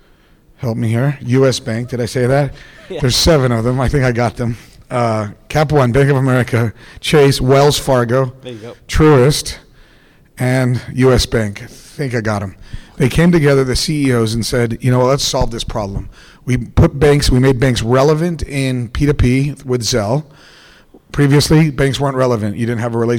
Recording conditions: busy venue